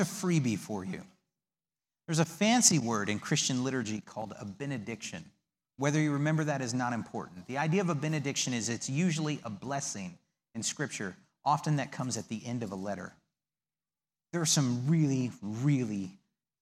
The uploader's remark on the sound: The audio from the servantship service of May 19th, 2019.